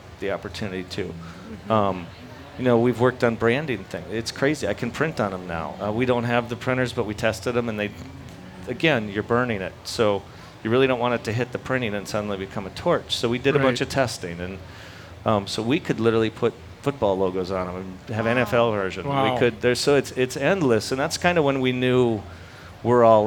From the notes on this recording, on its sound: Live from the state fair!